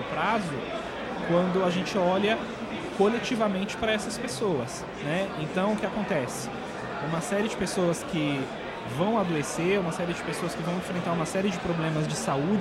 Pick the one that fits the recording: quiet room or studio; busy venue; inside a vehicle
busy venue